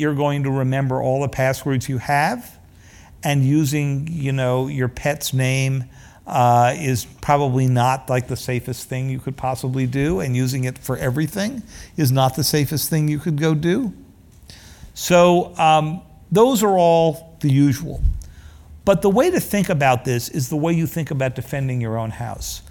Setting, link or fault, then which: setting, live audience